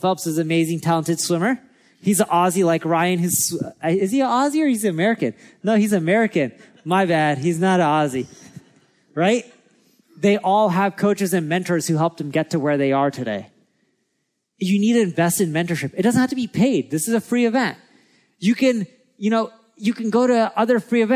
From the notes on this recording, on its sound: recorded at our Marketing School Live event in LA